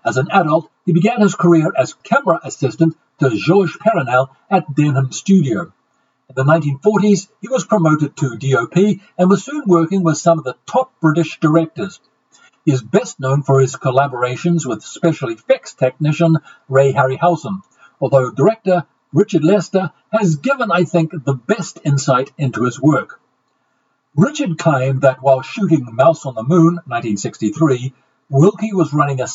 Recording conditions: poor sound quality